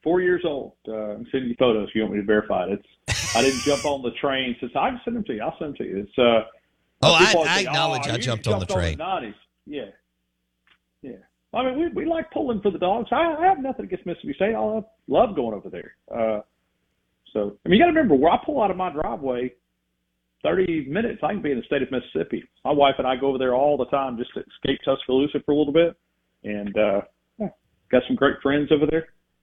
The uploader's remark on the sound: Live in the BankPlus Studio. Joins the show on the Farm Bureau guest line.